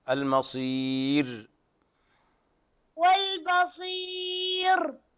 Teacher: الراء مرققة عند الوقف